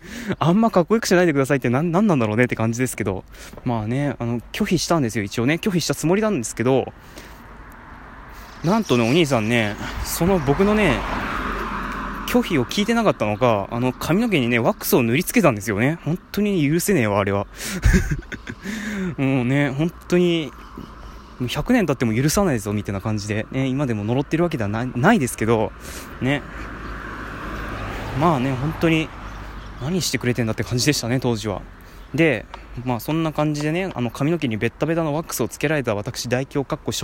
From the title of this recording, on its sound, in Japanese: おさんぽしよ。＠とある公園